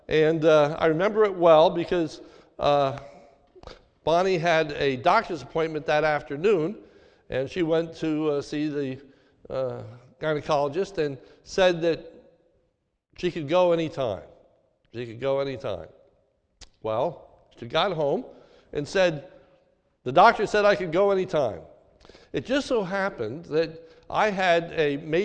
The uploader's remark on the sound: This is a sermon recorded at the Lebanon Bible Fellowship Church in Lebanon, PA during the New Year’s Eve service.